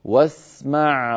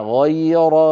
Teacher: واسمع آخرها حرف العين وهو من وسط الحلق، غير أولها حرف الغين وهو من أدنى الحلق، وهما مخرجان متجاوران وسط الحلق وأدنى الحلق، فعلى القارئ أن يبين العين من كلمة واسمع من حرف الغين من كلمة غير، هكذا واسمع غير مسمع، أعيد واسمع غير مسمع بهدوء وبلطف من غير كلفة.